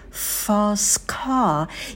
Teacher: И не забывайте про придыхание, на звуке «к» произносим на выдохе